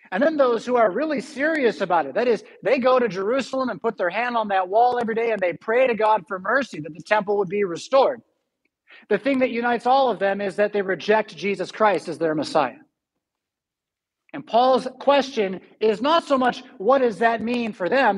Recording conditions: large echoing room